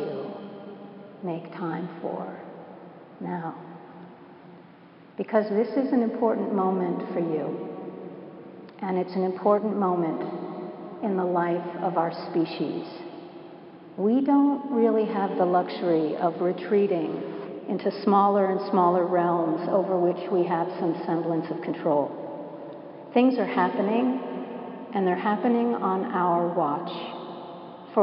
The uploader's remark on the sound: Preached at Washington National Cathedral